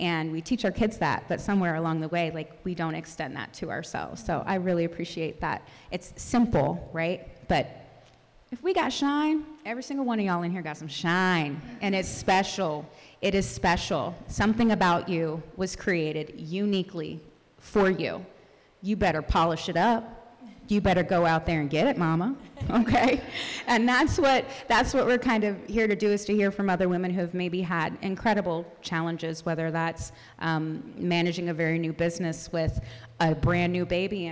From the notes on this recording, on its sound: Listen in on our first live-recorded podcast. At our Summer Mama Mixer for their interviews in front of a live audience.